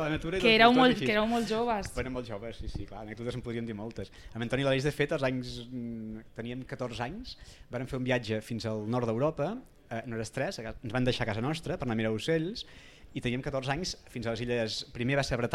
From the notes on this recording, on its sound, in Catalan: En directe des de Delta Birding Festival. El Delta Birding Festival és un esdeveniment d’ornitologia que es fa cada any al Delta de l’Ebre.